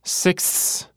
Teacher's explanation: the final cluster that you hear in sixths is 4 consonants. K, S, TH, and S.